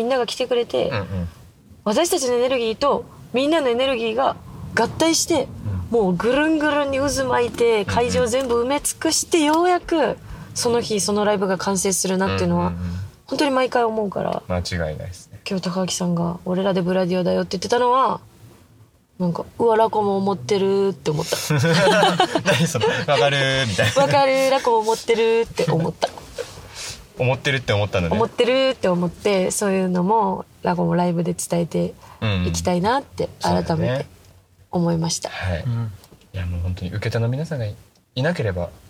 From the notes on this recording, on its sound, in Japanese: 興奮冷めやらぬ帰りの車内にて収録した